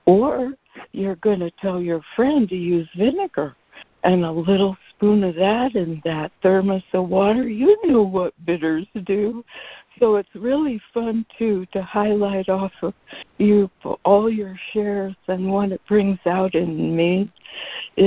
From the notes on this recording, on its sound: ACIM Daily Conference Call.